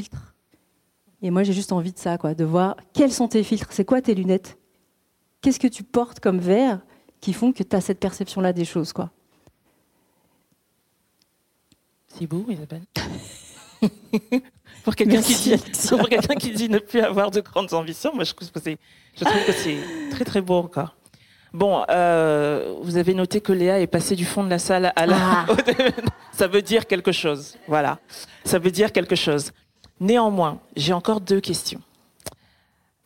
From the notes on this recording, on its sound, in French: LIVE. Cet épisode a été enregistré en public, une fois de plus en partenariat avec - et dans les locaux de - L'Ascenseur , un collectif d'associations qui œuvrent à une meilleure égalité des chances !